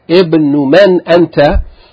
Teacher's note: in the answer, ibnu man anta, we see that the kasra is pronounced because we begin with it